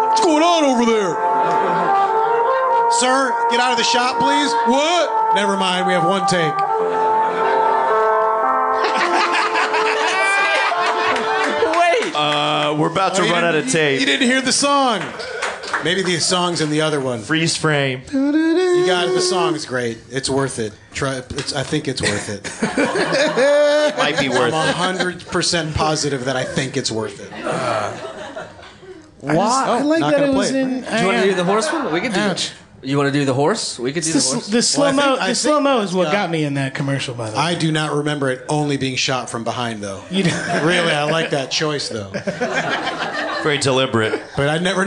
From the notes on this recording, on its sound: This week’s episode was recorded live at Union Hall.